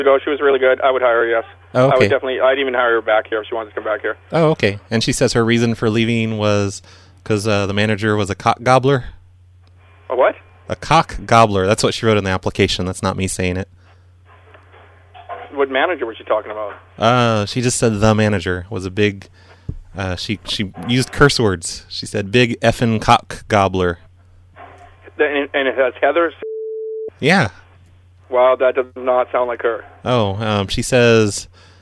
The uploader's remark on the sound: Prank Phone Calls